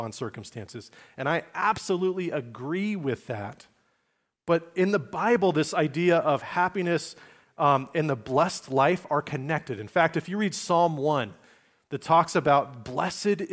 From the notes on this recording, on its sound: Message delivered at Liferoads Church in Spokane, Washington, on December 17, 2023.